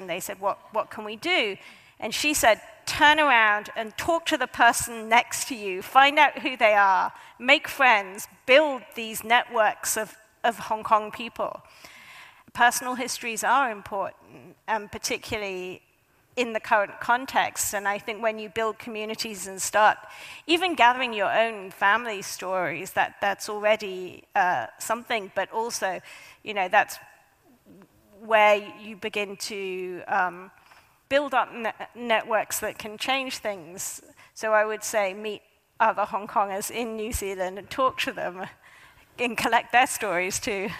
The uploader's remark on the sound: A highlight of the 2023 Auckland Writers Festival.